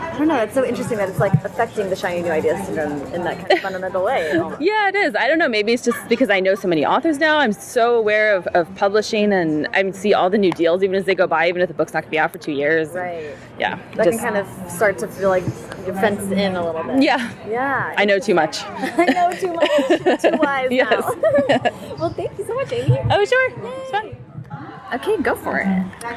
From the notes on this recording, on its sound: A mashup of lightning-round interviews conducted at the YALLWEST festival. A mashup of lightning-round interviews conducted at the YALLWEST festival.